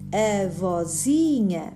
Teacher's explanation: Logo, o acento agudo que existia sobre a vogal da palavra base deve ser suprimido. Se nós pronunciarmos a palavra pausadamente, verificamos que a sílaba tônica é a sílaba zi